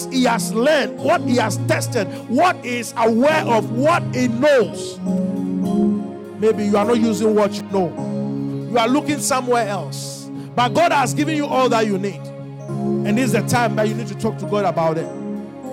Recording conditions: large echoing room